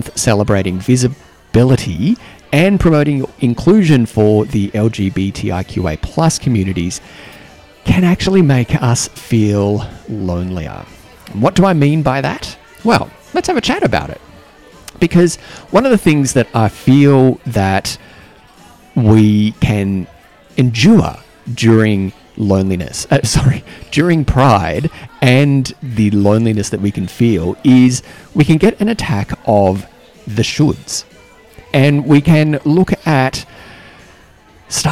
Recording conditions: busy venue